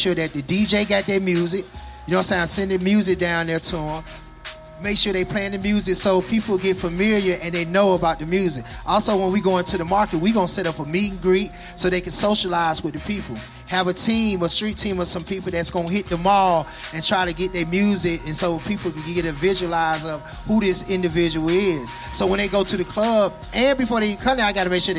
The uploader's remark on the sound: K-100 Radio was in the building broadcasting live at the ART OF RADIO showcase. In ATL.